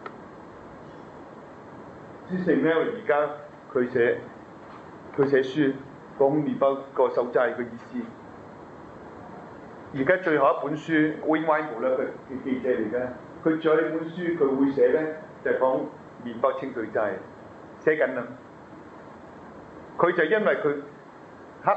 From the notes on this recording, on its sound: delivered to the HK’s June 2010 Medjugorje Pilgrims on May 9, 2010, in the Church of the Annunciation Church